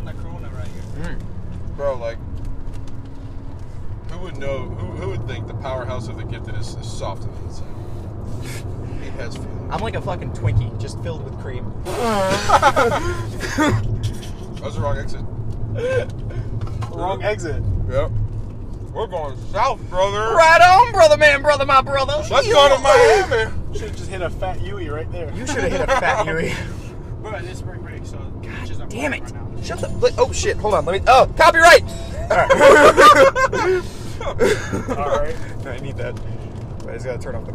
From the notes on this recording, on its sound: We recorded on our way back from REAL Pro Wrestling in Fort Myers, FL